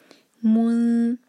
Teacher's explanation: من، میم پر دومہ، دومہ کے لیے ہمارے ہوٹ گول ہوں گے، لیکن جب نون پر پہنچیں گے تو ہمارے ہوٹ گول نہ رہیں، ادروائز آواز نکلے گی مون، ایسی نہیں ہمیں آواز نکالنی، ہمارے ہوٹ فلیٹ ہو جائیں، اور آگے تا آ رہا ہے تو ہماری زبان فلیٹ ہوگی، لائٹ اخفا کریں گے.